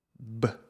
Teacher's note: E o som B da letra B é formado exatamente da mesma forma, mas é sonoro, com vibração das cordas vocais.